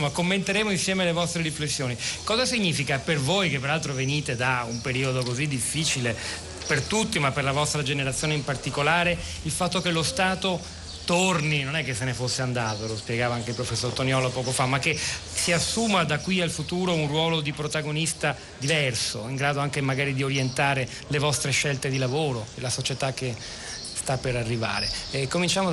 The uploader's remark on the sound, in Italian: Terza diretta dal Festival dell&#39;Economia di Trento.